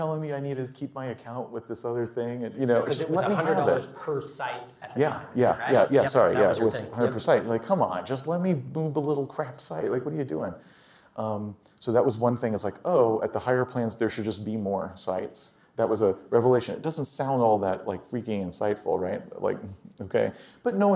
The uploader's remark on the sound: Recorded at a MicroConf Local in Austin. For a fireside chat at the WP Engine headquarters.